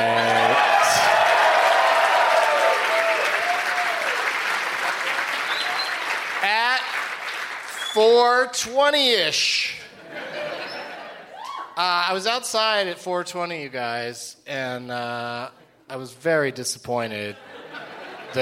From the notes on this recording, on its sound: Live from the Tempe Improv